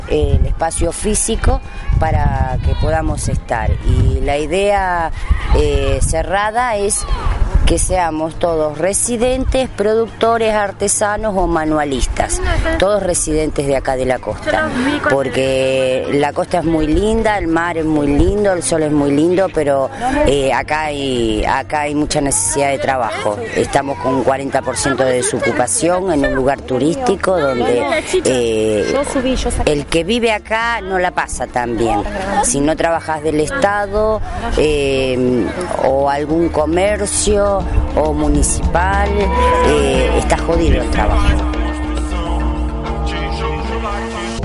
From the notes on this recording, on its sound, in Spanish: En la ciudad de la costa Atlántica Argentina Mar del Tuyú. En plena FERIA COMUNITARIA que hace tres meses activan en la Plaza de Mar del Tuyú contando con un escenario y sonido que le abastece el Municipio.